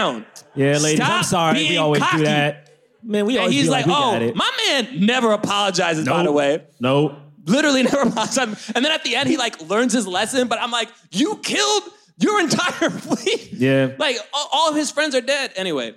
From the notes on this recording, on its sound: LIVE from London Podcast Festival